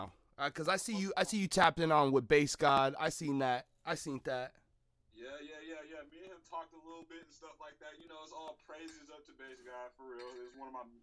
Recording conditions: poor sound quality